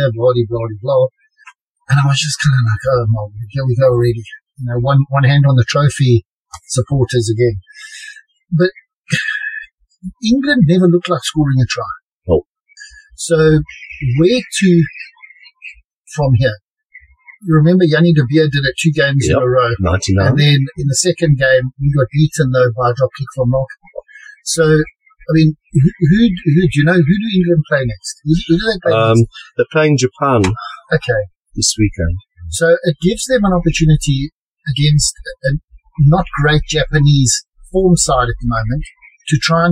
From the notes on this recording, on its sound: DISCLAIMER ALERT : POOR AUDIO QUALITY